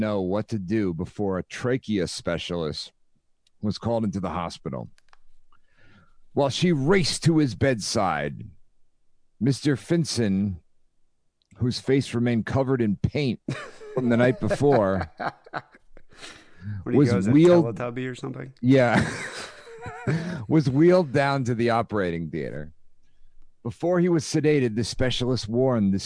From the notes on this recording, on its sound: Phone calls.